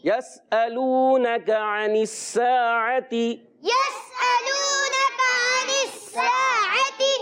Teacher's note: اور پیارے بچوں، حرف مدہ ایک الف کھینچ کر ادا کریں گے، عین کی ادائیگی حلق کے درمیان والے حصے سے، اور حمزہ سے نہیں بدلنا، دونوں عین کو خاص خیال رکھنا ہے کہ یہ حمزہ سے نہ بدل جائیں.